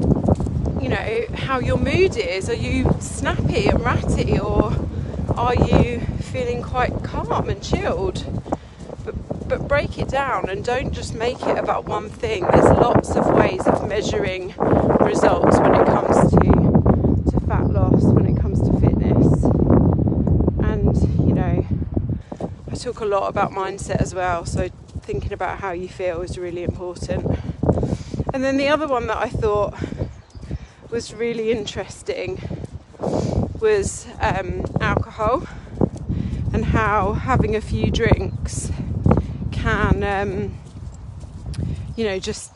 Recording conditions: wind noise